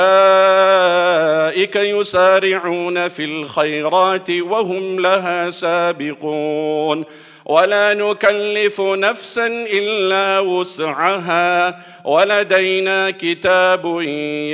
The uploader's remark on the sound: at the Houghton Masjid (West Street)